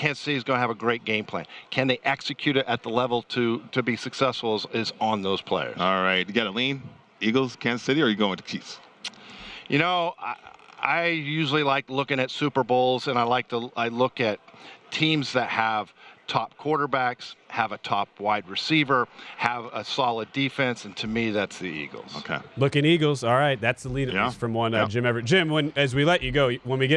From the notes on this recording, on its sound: live from Radio Row in Phoenix, AZ